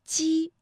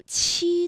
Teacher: 读七的时候会觉得要用力喷一口气 · Shown in: second take